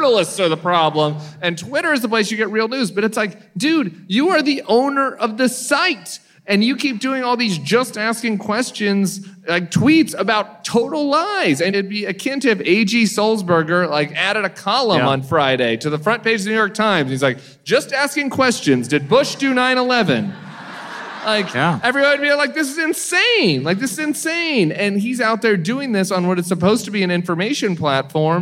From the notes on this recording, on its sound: Live from New York.